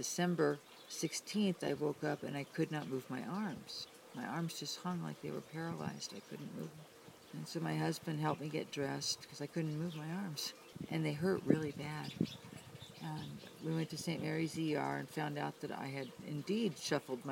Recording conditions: sounds in the background